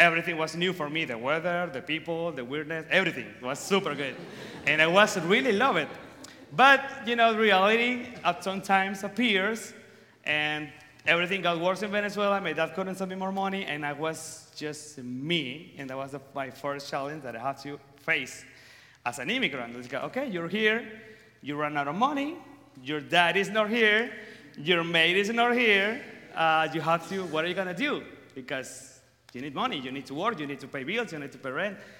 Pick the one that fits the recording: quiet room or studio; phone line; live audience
live audience